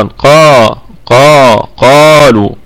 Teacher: القاف مفتوحة وبعدها ألف، فهذه في الدرجة الأولى من درجات التفخيم